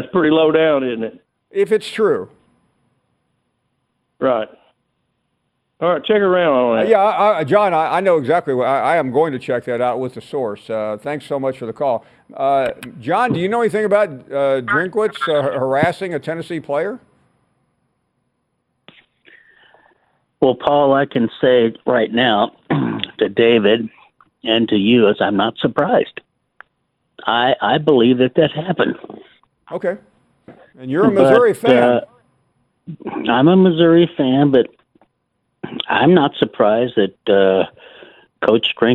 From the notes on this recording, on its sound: Of course more of your phone calls.